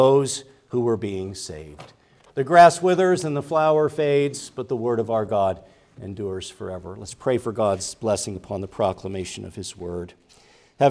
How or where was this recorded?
large echoing room